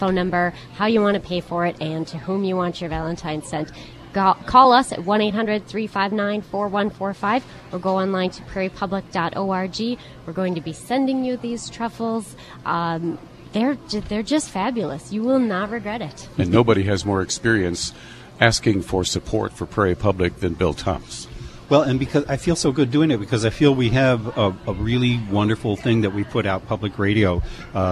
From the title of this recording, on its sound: On Location at Nicole's Fine Pastry